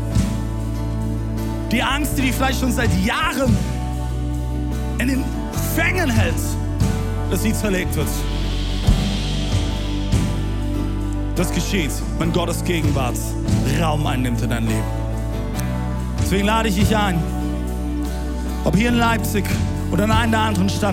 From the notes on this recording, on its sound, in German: Audiomitschnitt der Predigt